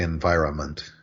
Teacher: in this word, environment, the N tends to get dropped in pronunciation